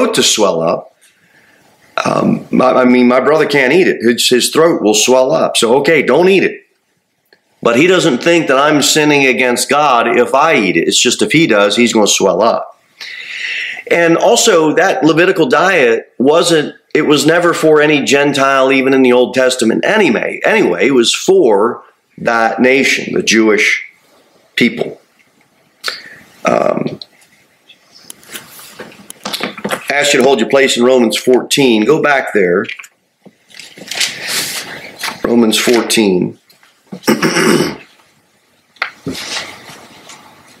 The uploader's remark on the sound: Sermon delivered at Pilgrim Baptist Church on Thursday, November 9, 2023, at 6-15 pm. Jere Whitson Rd. Cookeville, TN 38501.